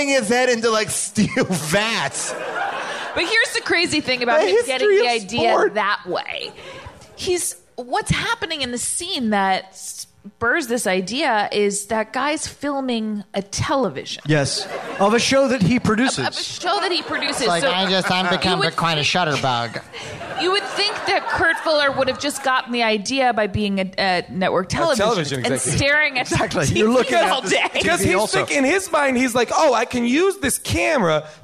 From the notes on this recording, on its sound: Recorded LIVE at Largo in Los Angeles.